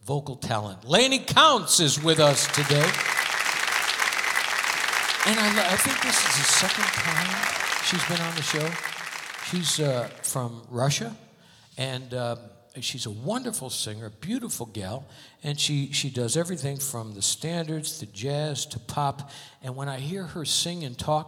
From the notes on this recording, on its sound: Live at the SouthPoint Casino